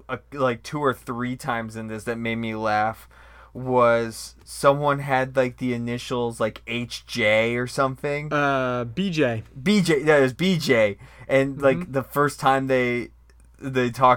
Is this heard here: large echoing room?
no